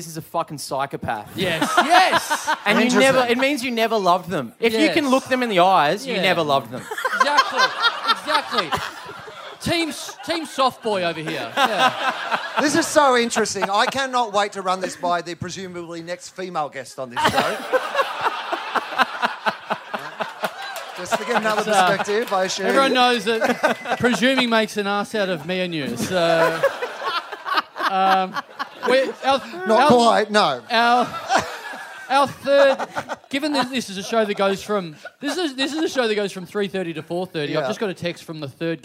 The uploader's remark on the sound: our final Melbourne live show of the month